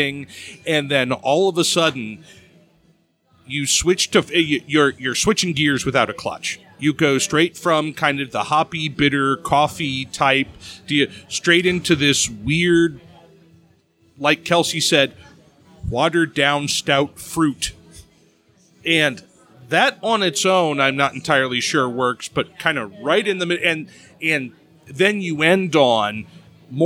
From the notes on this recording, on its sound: OHHAP Live from Deviate.